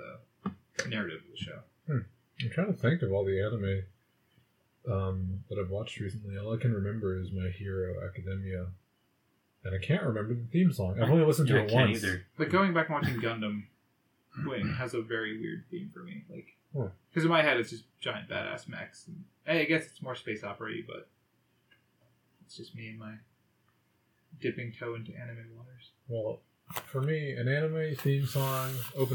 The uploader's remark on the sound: Warning: I busted up the audio.